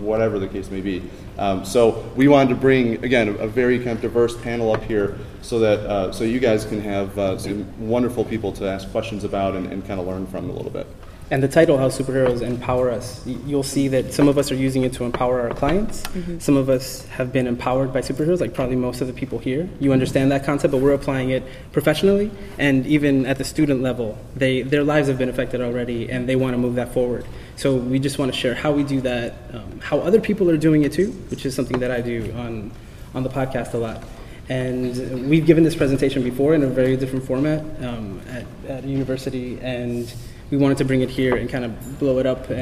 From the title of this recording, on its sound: Geek Therapy at SDCC 2013